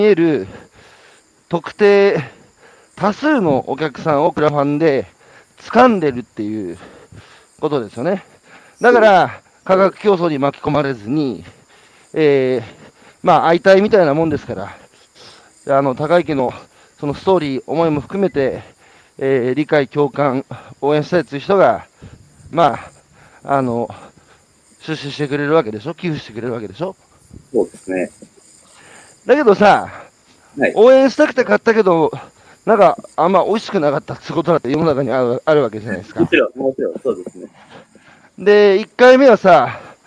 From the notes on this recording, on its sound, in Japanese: 歩きながら1時間、対談する